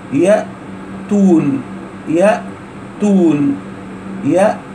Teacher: وعند التاء يأتون أشعر بالهواء، أشعر بالهواء عند التاء لأن التاء من حروف الهمس، ولأن حروف الجهر كثيرة، ولأن حروف الجهر كثيرة.